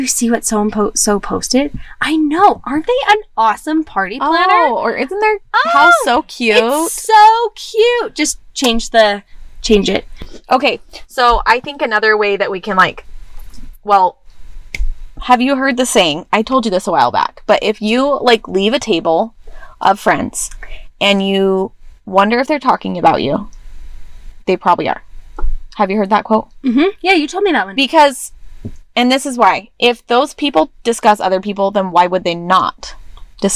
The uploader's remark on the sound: Yep, we really record in our van!